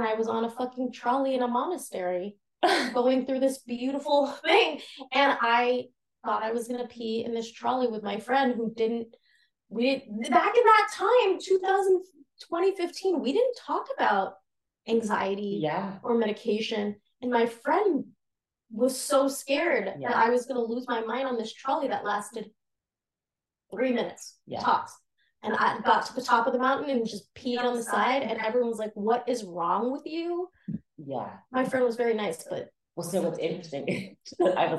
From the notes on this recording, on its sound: Struggle to understand how to use the mics without an echo.